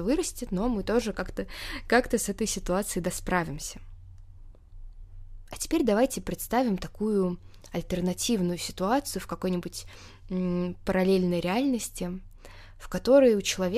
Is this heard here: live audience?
no